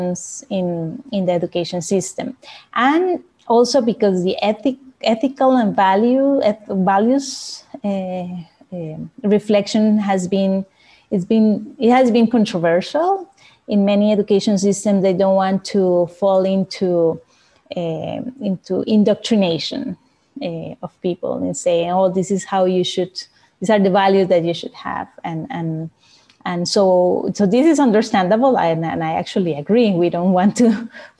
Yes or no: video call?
yes